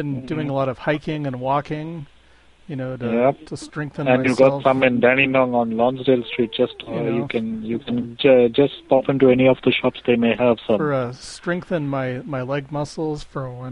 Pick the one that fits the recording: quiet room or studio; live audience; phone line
phone line